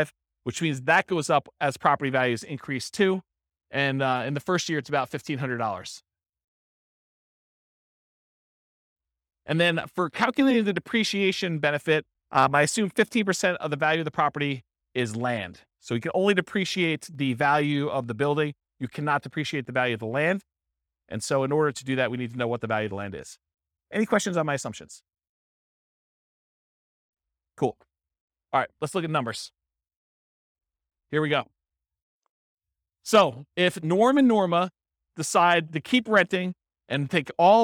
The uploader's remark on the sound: This was a live class recorded